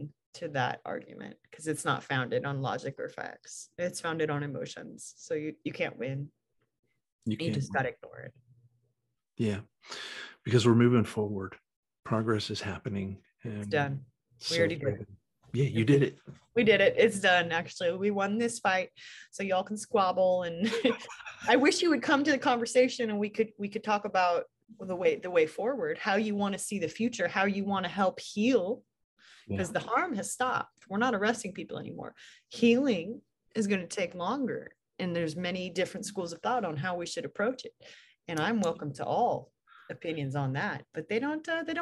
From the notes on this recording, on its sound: Recorded 2.4.2022 from Raleigh, NC & Portland, OR on Zoom